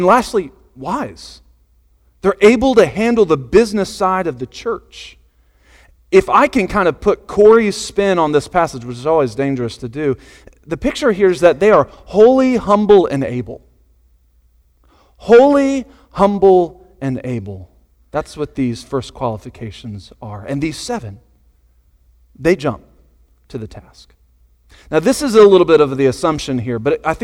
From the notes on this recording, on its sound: Sunday Morning Sermon Audio